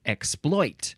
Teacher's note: the more common pronunciation would be exploit, with the second syllable emphasized